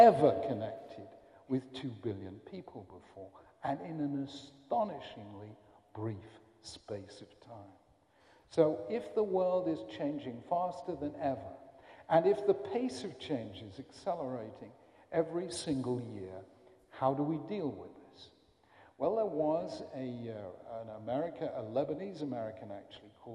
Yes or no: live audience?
yes